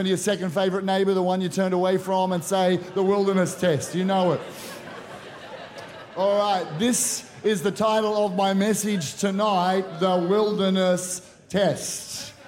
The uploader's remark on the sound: Powerhouse Conference 2023: Glory To Glory. Recorded during our the first session, 6:30pm.